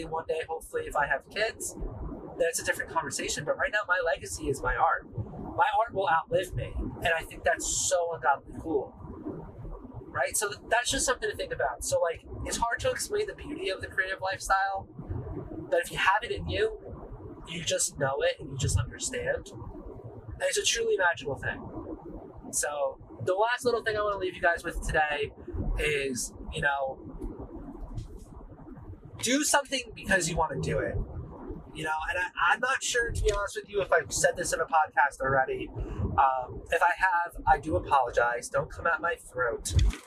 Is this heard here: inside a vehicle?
yes